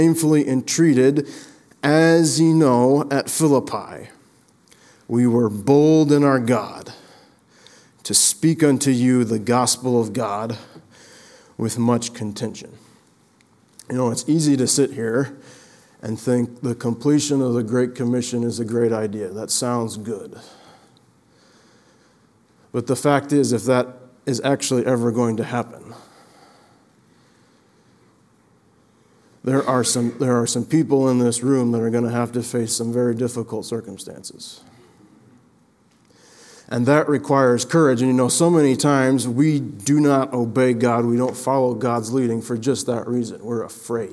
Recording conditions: large echoing room